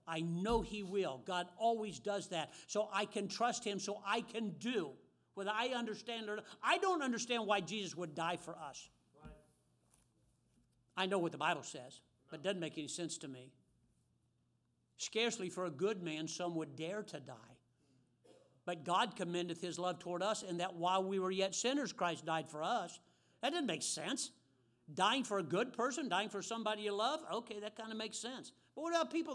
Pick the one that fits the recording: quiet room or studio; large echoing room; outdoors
large echoing room